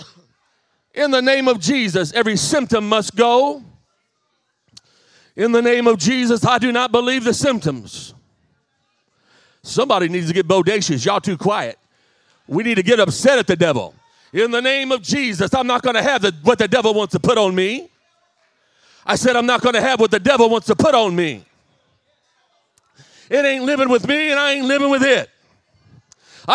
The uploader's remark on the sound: This message was recently preached at my home church, "The Pentecostal Church" of Harvey, IL.